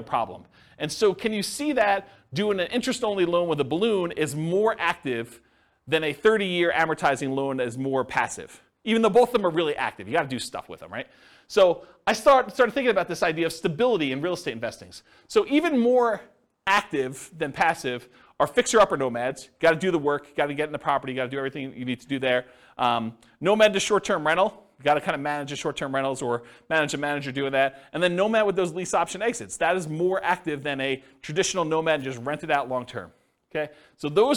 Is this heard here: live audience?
yes